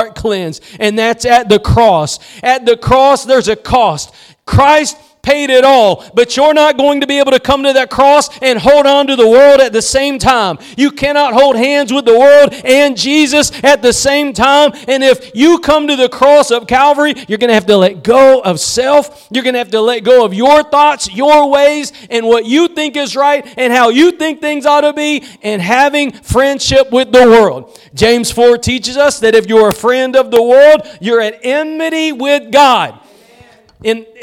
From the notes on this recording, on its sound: Preached at Gospel Lighthouse in Bossier City, La.